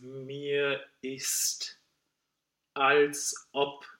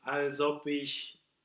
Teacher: And if we have a word like mir, basically instead of ending it with a r, with an r, we're ending it with a vowel. And then we need a real glottal before the next word that starts with a vowel · Shown in: first take